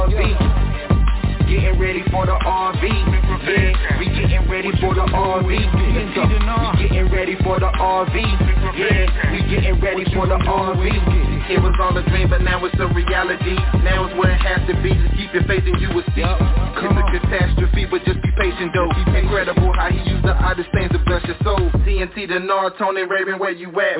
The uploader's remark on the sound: TNTSuperfantastic Conference Call